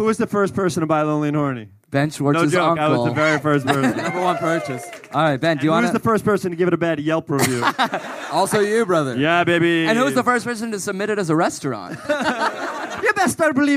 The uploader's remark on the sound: live from Dublin